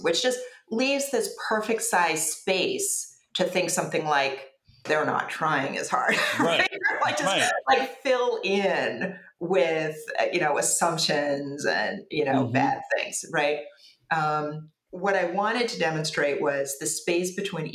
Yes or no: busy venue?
no